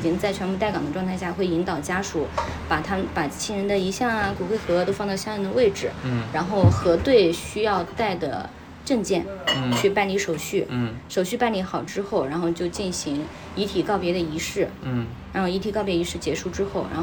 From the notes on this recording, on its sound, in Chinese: 把朋友约到咖啡馆来录制播客。在「土狗咖啡花鸟市场店」录制。